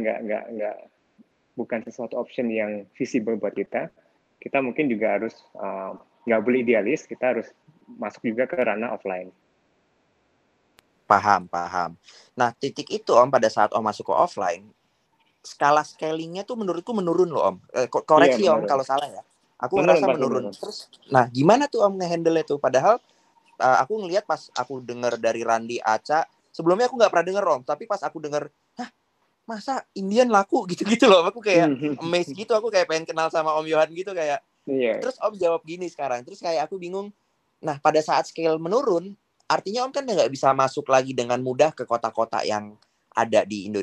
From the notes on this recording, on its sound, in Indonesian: Clubhouse Session. Rekaman clubhouse sesi ke-11.